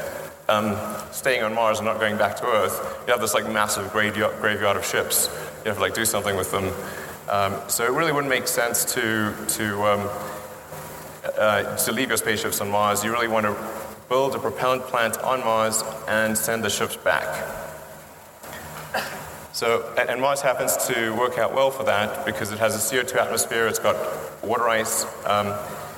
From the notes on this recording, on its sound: In this talk at the International Astronautical Congress in Adelaide just about a year ago